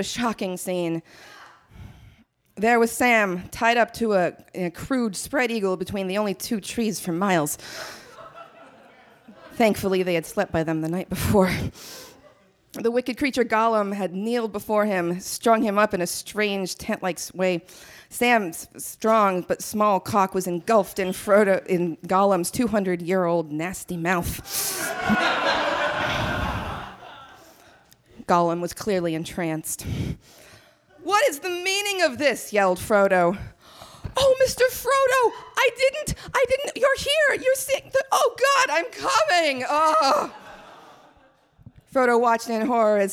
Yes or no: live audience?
yes